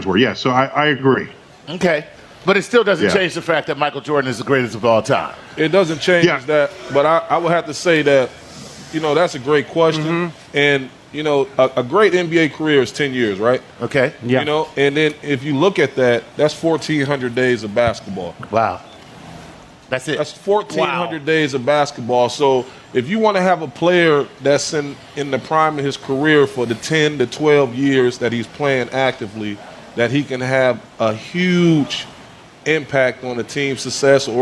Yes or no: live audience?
yes